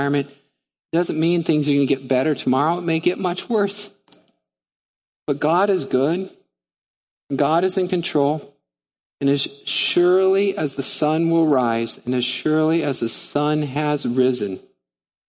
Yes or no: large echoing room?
yes